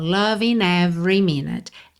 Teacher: o g final não é pronunciado, eu posso usar o n para ligar na próxima vogal.